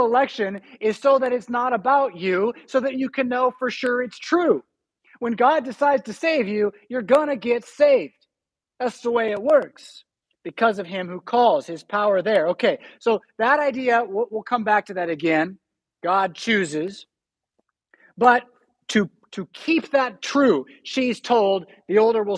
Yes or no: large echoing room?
yes